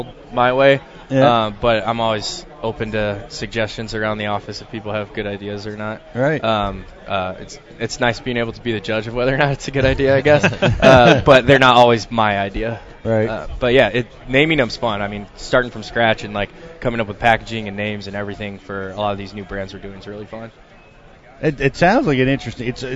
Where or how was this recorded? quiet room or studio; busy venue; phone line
busy venue